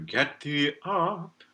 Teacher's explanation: get thee up with a nice glottal on up